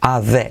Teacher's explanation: So I'm going to pick up my friend at the train station, at the, la T de at tampoco se pronuncia, at the, semiclave TH, at the train station.